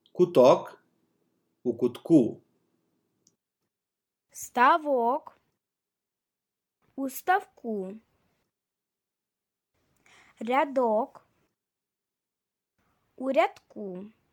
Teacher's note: Stress pattern B. Stress is on the last syllable.